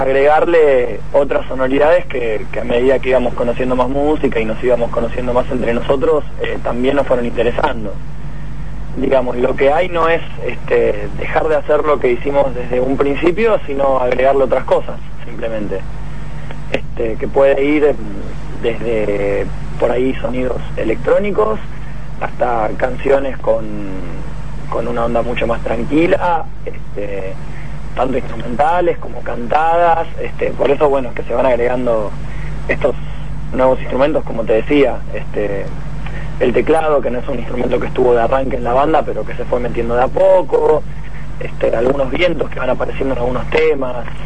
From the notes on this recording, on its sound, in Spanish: Nota telefónica. En Buenas Tardes Rock.